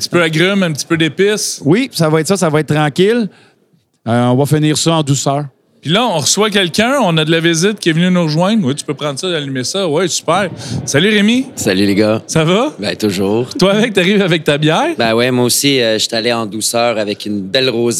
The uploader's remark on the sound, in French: Dernier de 4 podcasts enregistrés au salon de la pêche à la mouche de Trois-Rivières